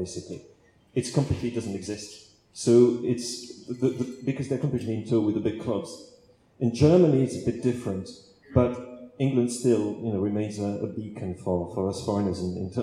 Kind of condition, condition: fault, poor sound quality